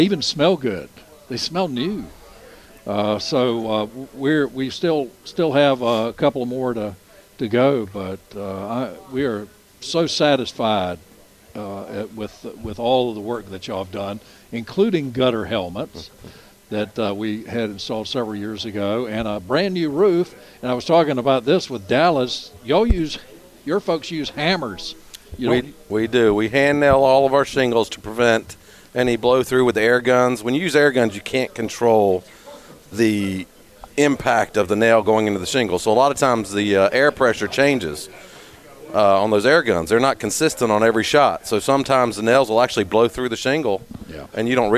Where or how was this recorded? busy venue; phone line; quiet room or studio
busy venue